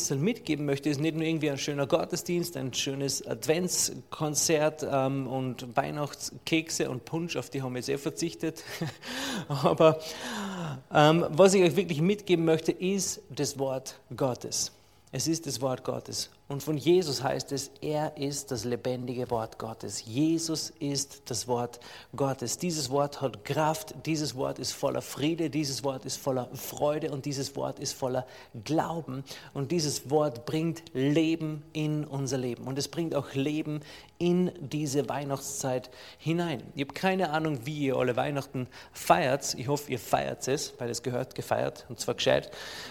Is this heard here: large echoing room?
yes